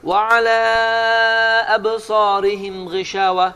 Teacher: Meddul munfasıl. Yani ayrı ayrı kelimelerde baş veren uzatma növüdür.